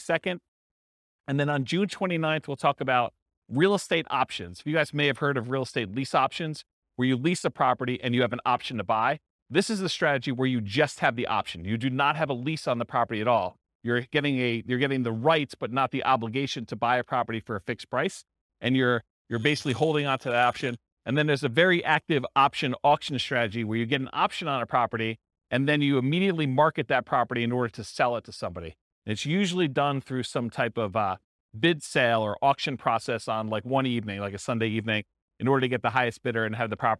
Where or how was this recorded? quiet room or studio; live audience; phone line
live audience